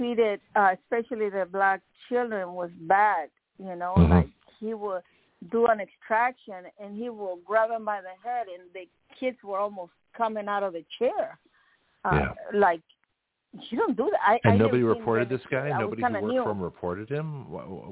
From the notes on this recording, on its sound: We had a power failure and I had to call in to my own show by phone.